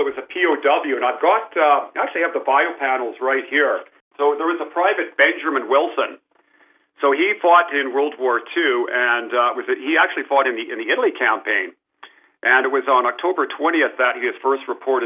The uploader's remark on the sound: speaks to Artslink on the phone